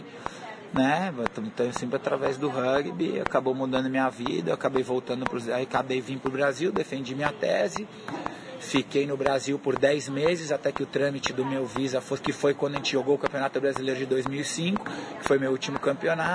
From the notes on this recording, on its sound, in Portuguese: O papo, gravado em um café semanas atrás